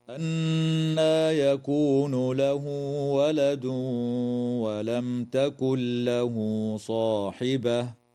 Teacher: قوله تعالى: أنى يكون له ولد ولم تكن له صاحبة، تغن النون المشددة من كلمة أنى، وتوصل الهاء في قوله تعالى له ولد، وفي قوله تعالى له صاحبة بواو تمد بمقدار حركتين وصلا، ويدغم التنوين في الواو مع الغنة في قوله تعالى ولد ولم، وتظهر الميم الساكنة عند التاء في قوله تعالى ولم تكن، وتدغم النون الساكنة في اللام من غير غنة في قوله تعالى تكن له، ويجوز الوقف على كلمة صاحبة من قبيل الوقف الحسن.